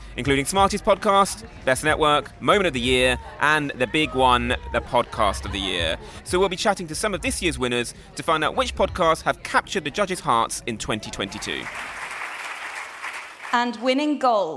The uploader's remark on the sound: Backstage at last weekend's British Podcast Awards. Head to Nairobi for a call with the Podcast Of The Year winner.